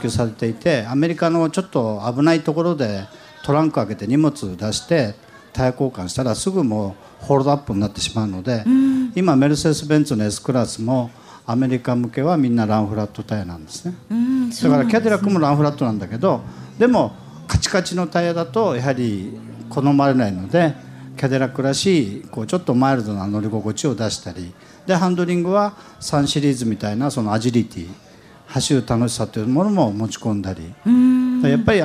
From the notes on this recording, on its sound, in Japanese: 今週は「ル・ボランカーズミート2014」で行われた公開録音の模様をお届けします！